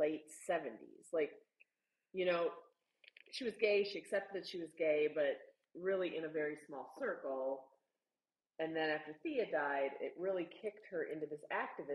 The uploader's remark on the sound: Will continue to apologize for the audio as we used a new software and to no fault of our own, didn't practice first